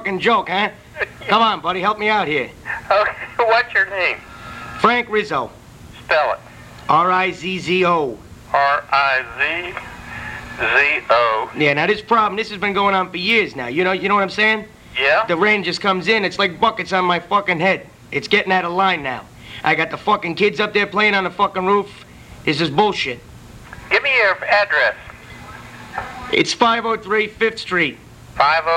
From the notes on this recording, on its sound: Prank Phone Calls